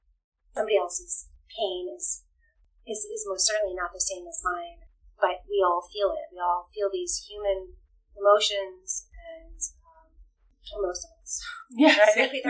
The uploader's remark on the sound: What do you get when you have two different dressing rooms in two different time zones with two microphones between three band wives, one loud sound check and ZERO sets of headphones? Pretty bad sound quality.